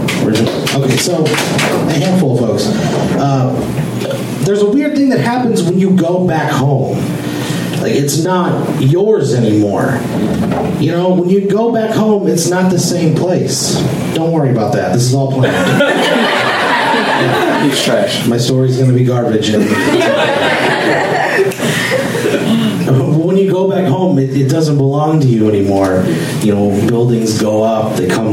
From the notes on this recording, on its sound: Live from Genuine Joe's